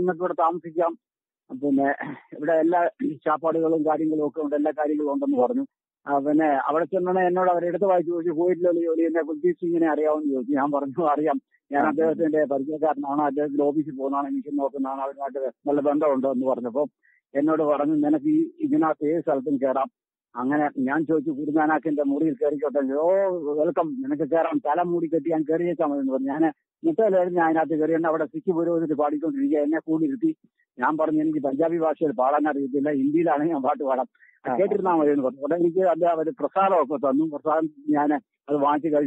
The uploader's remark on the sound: Telephone Interview